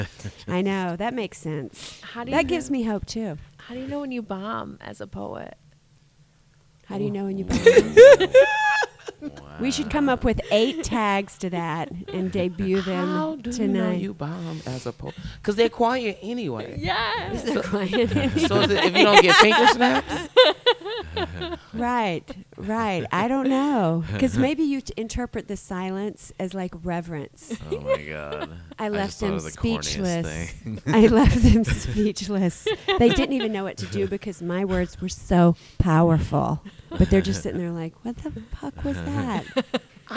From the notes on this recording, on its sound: Live from Verts in Traverse City. During the Traverse City Comedy Festival. Verts Neighborhood Dispensary.